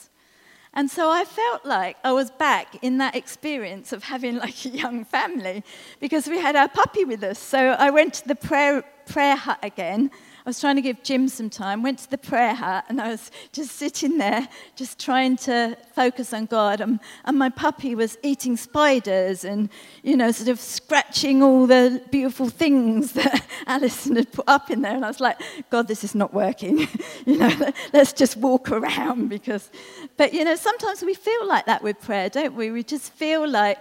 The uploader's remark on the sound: This was recorded at Skylark Church on 22nd September 2019.